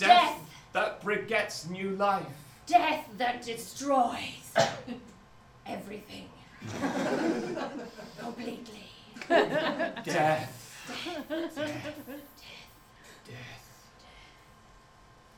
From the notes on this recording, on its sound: extracts from the live Stand Up Tragedy that happened at The Leicester Square Theatre on Monday 4th June 2012